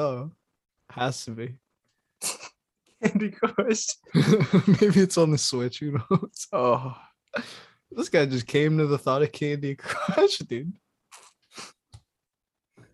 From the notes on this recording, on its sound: despite some connection problems